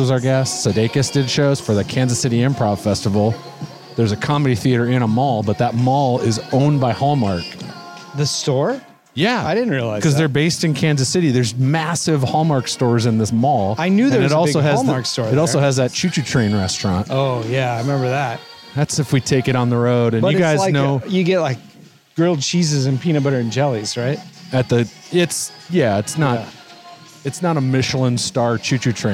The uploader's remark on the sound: each episode as they walk a local mall